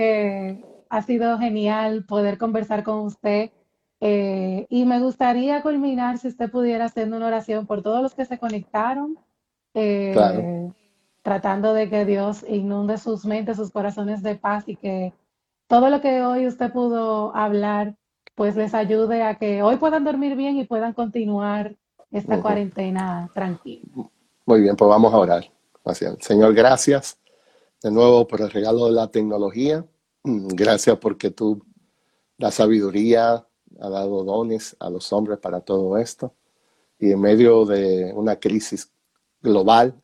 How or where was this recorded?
video call